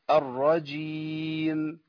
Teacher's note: وفي بعض الناس بيعمل فيها شدة يقطع فيها الصوت يقول ايه الرجيم، ما ينفعش برضو لان الميم ما فيهاش ايه انقطاع صوت، فيها جرين صوت بسيط قوي